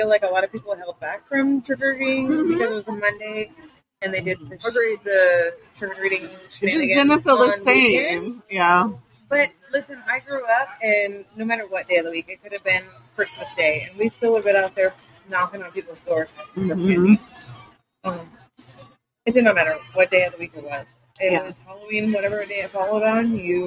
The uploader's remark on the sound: FB LIVE from Gatlin Hall Brewing. We are FB live for this episode of FML Shenanigans. LIVE at #gatlinhallbrewing #orlando.